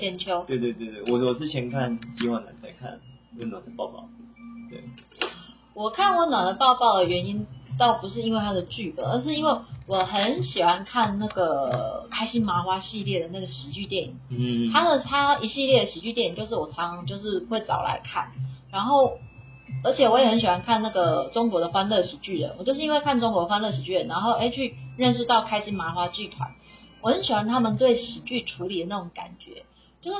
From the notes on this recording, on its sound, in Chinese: 這集因為更新設備，錄製上調整失誤有點雜訊。